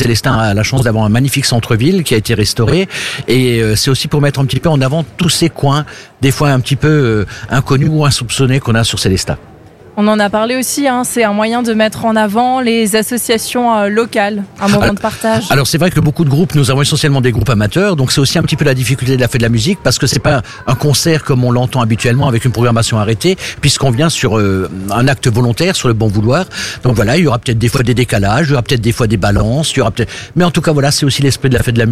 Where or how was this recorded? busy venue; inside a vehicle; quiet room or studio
busy venue